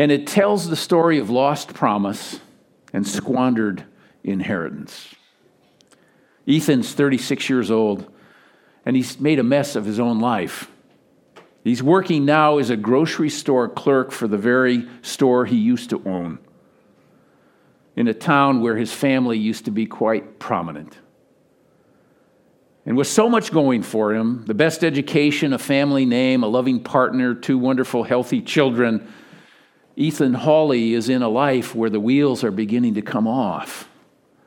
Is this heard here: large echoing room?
yes